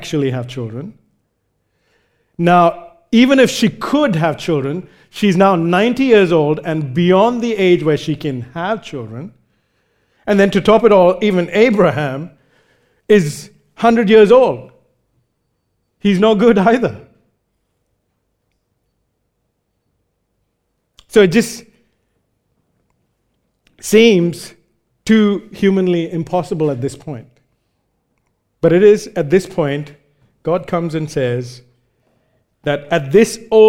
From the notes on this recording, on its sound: recorded live at Grace Community Bible Church